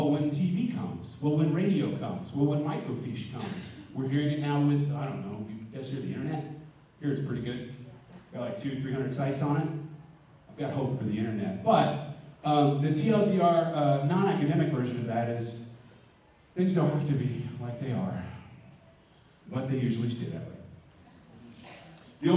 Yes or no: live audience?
yes